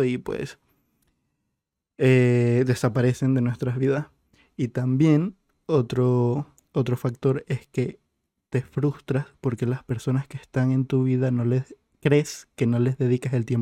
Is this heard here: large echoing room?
no